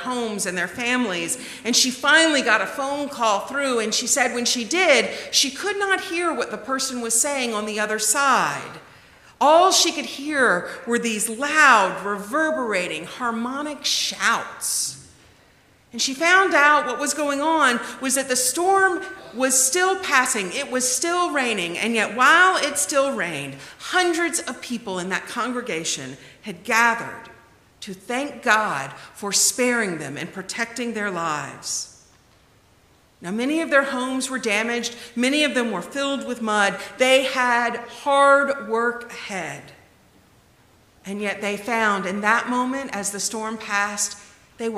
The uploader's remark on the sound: The conversation is followed by the prayers, music, and sermon from Sunday's livestream service. Recorded live each week at First Pres in beautiful historic downtown New Bern, North Carolina. First Presbyterian Church, New Bern, North Carolina, established in 1817.